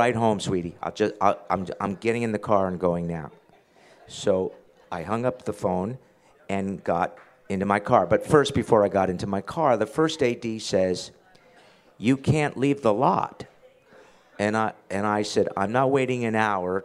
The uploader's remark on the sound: a live taping of Engage from Star Trek: The Cruise 2018